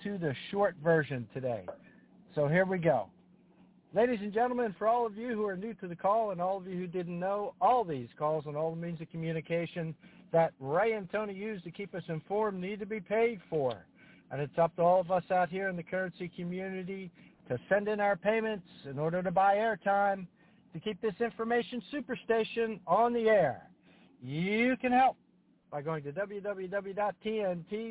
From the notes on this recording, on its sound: TNTSuperfantastic Conference Call